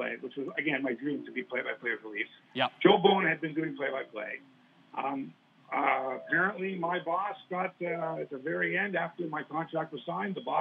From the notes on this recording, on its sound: Apologies for the phone-audio quality in this weeks pod